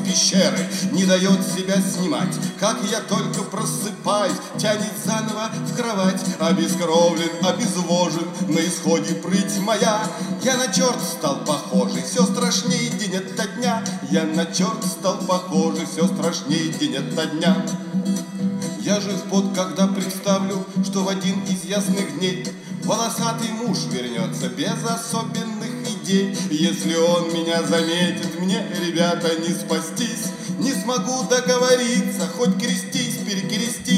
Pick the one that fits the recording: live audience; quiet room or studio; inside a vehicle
live audience